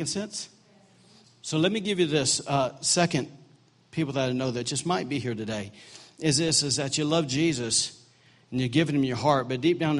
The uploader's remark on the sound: during Easter service at The Anchor Church in Rockport, Maine.